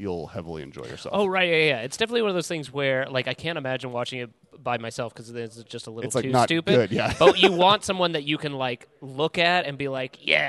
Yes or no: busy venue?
yes